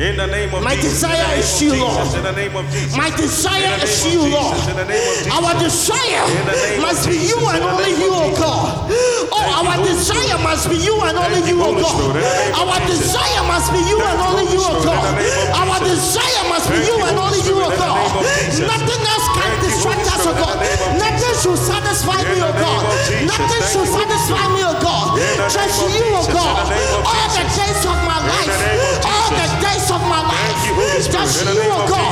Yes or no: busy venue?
yes